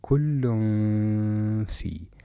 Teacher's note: التنوين بدل أن يخرج من مخرجه الحقيقي من طرف اللسان خرج من التجويف الأنفي مرورا بالخيشوم، يعني لا عمل للسان هنا في حالة الإخفاء، وإنما التنوين أو النون الساكنة تخرج من التجويف الأنفي مرورا بالخيشوم، والخيشوم يحدث صفة الغنة.